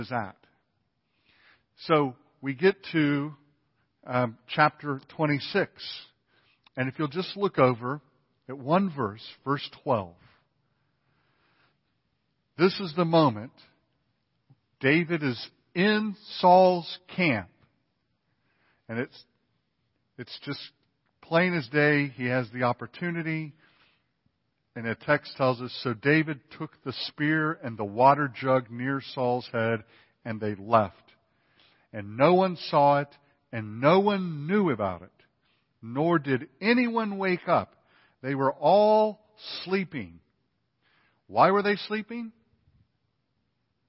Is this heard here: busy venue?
no